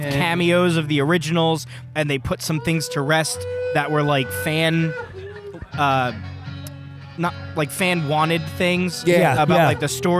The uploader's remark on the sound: Record a special on-location crossover Podcast featuring the events, offerings, and unique people of the ‘Saucetober Fest’ Hot Sauce Festival at Lone Eagle Brewing in Flemington NJ. Finally, we commentate live during the Hot Wing eating challenge.